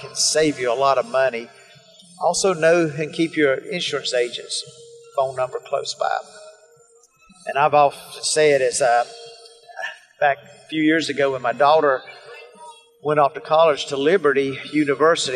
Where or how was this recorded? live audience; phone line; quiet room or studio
live audience